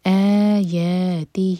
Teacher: حمزہ کے ساتھ مد طبعی آ رہا ہے تو یہ ہے مد بدل, آیا، یا مد طبعی، دونوں برابر، دو دو حرکہ، آیاتہ